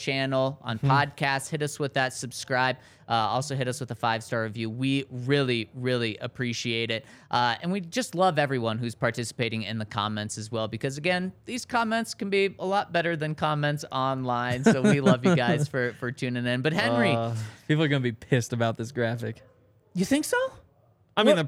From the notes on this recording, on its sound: coming to you LIVE from the DNVR Bar